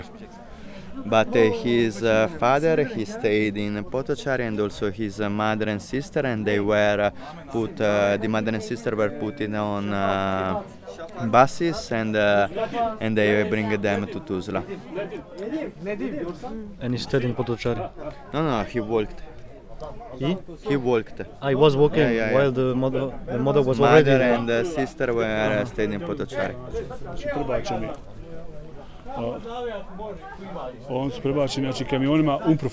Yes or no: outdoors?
yes